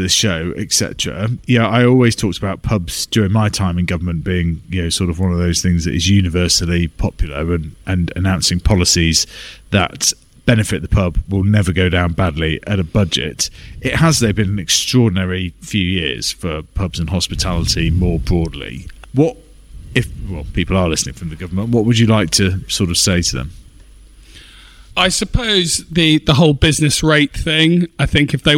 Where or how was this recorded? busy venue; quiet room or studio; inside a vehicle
busy venue